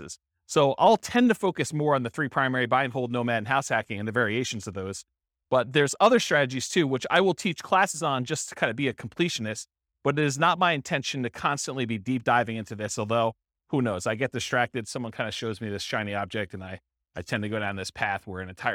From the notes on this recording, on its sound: This was a live class recorded